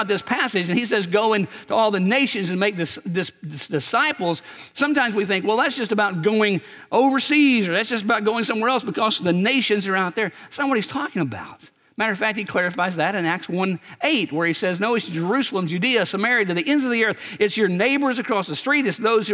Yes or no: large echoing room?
yes